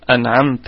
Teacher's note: ونراعي صفة الهمس في التاء حال الوقف عليها